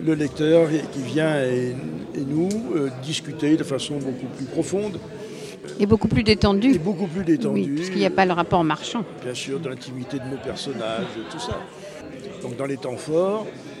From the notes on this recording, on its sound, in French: en direct depuis le salon de Polar sur Loire à la Bibliothèque municipale de Tours